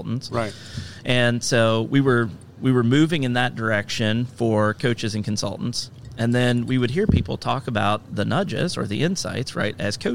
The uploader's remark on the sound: Live from SHRM 2022